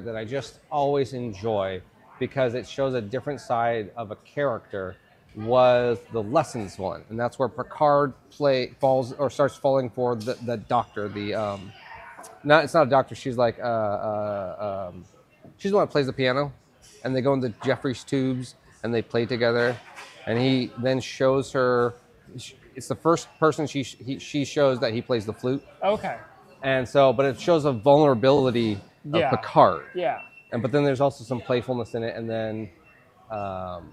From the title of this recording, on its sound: LIVE from LEVEL BREWING in Portland!